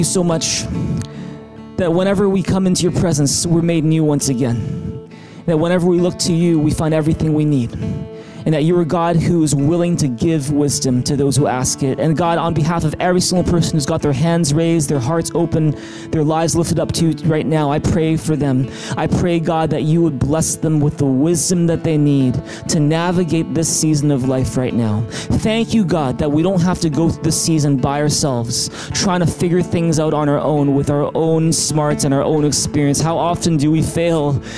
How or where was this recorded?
large echoing room